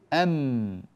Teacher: فكلاهما يخرج من نفس المكان، الشفتين بانطباق الميم مع الواو